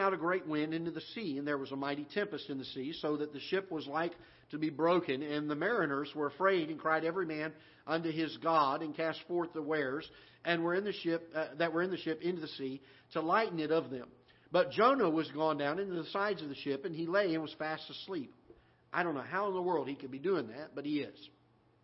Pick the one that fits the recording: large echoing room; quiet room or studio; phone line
large echoing room